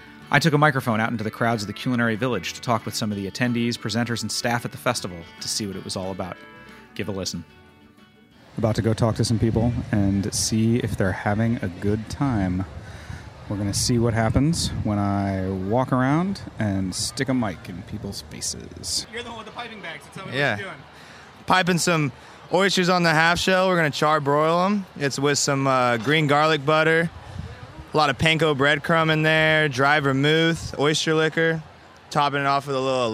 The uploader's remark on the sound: Getting down at Charleston Wine and Food Festival. As part of Heritage Radio Network on tour. Took the mic out into the crowd.